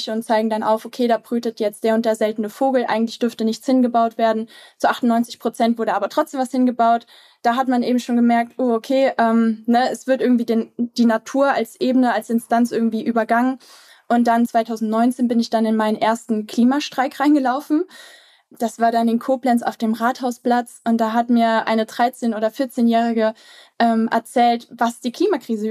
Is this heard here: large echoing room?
no